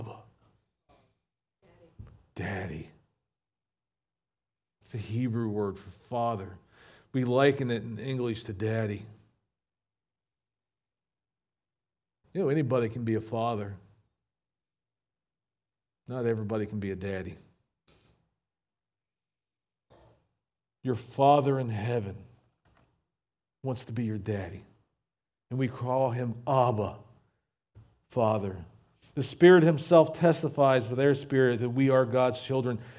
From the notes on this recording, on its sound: recorded at Shenandoah Valley Baptist Church on Aug 13, 2023